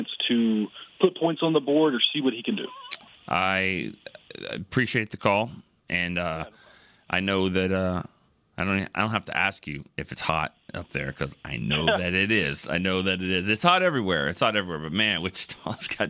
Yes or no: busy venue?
no